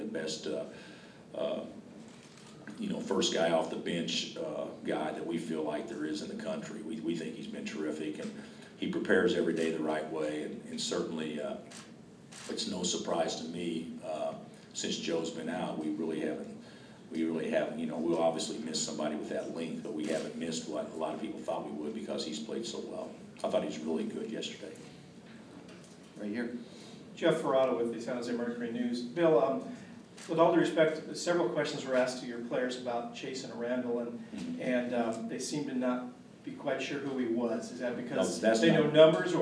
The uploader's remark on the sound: Press Conferences & Post-Game Interviews